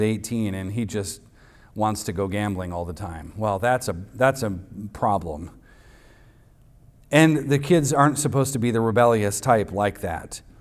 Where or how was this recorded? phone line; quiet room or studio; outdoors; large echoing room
large echoing room